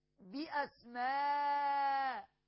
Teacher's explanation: مد متصل، واجب المد، أربع أو خمس أو ست حركات لأن الهمزة متأخرة